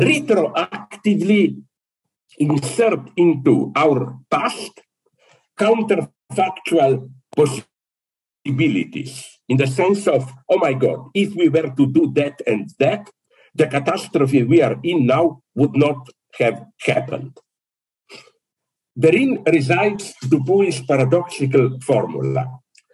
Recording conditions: video call